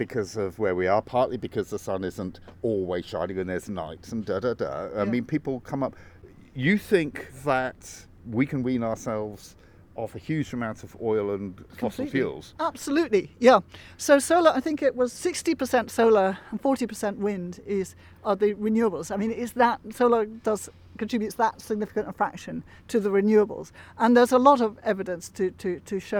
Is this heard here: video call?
no